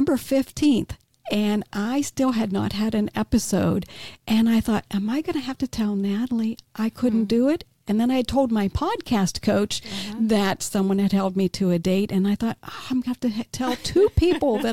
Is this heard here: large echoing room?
no